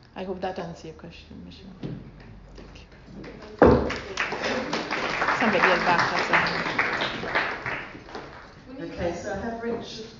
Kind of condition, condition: setting, live audience